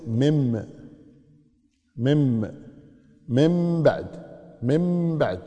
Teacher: نون ساكنة جاء بعد حرف الباء على طول النون تنقلب إلى ميم، تقلب النون إلى ميم، تصير مم، مم، من بعد، من بعد ما في نون، تحولت النون إلى ميم، قلبناها إلى ميم لمجيء الباء بعدها، فتكون مم بعد.